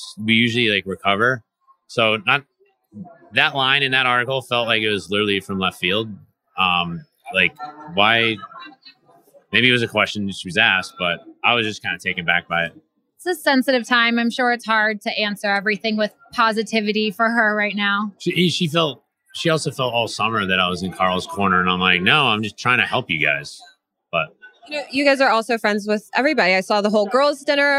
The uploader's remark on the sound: sound bites from the BravoCon red carpet